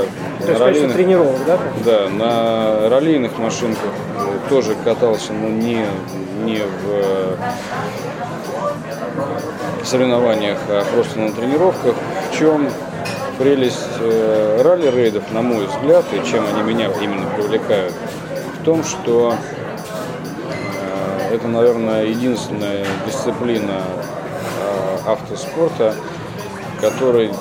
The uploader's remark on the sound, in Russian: Был записан в одном из московских кафе.